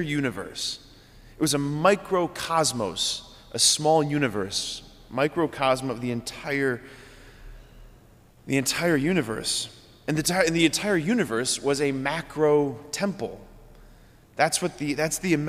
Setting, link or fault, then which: setting, large echoing room